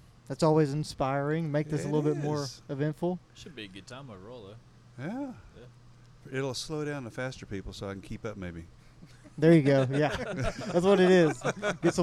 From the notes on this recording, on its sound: The episode is recorded on the Huntsville State Park grounds.